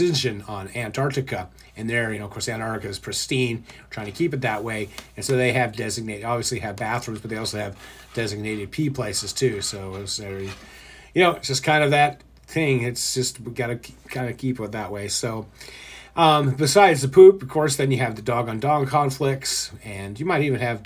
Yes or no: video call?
no